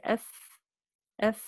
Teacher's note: الفاء باطن الشفة السفلى مع أطراف الثنايا العليا · Term: الحروف الشفوية